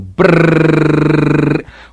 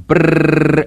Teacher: The Scottish R, in almost all forms of Scottish speech, is rolled. Now, the rolled or bird R comes very naturally to most people who can trill the tip of their tongue and go brrrr without even thinking about it.